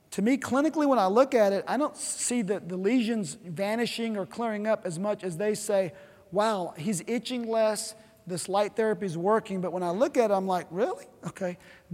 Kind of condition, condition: setting, large echoing room